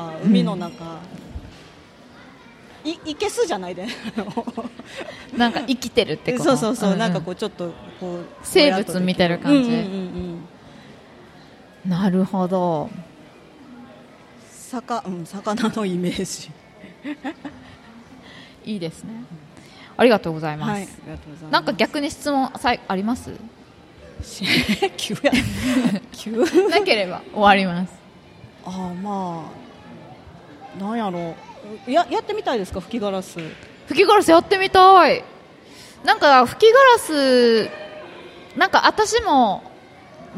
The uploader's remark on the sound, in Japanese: 楽しく公開収録。鳥取県倉吉市発。